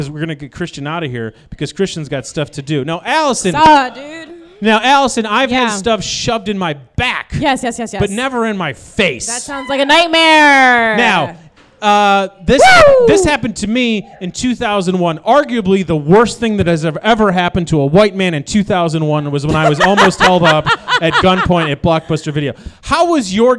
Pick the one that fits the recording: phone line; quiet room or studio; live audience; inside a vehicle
live audience